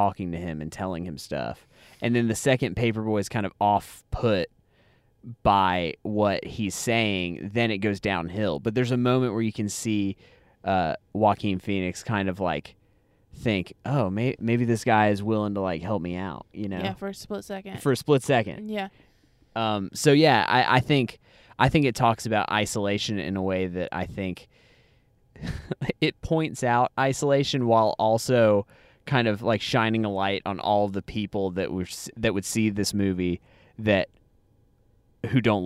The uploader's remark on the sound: We tried something a little different this time by recording our thoughts while driving home from the movie theater immediately after seeing the film. It's our first 3 person podcast!